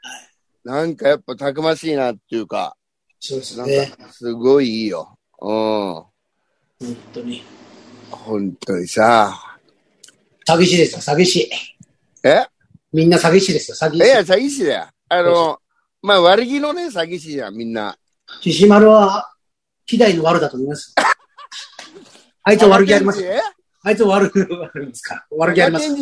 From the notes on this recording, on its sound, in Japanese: ZOOMで収録。